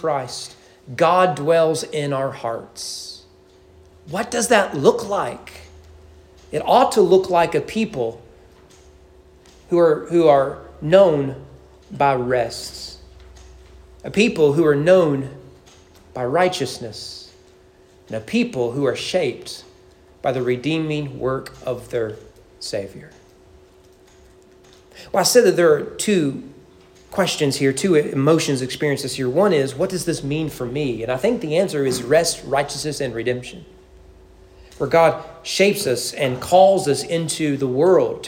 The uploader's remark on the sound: Sermon preached at East Frankfort Baptist Church on September 17, 2023 during morning worship.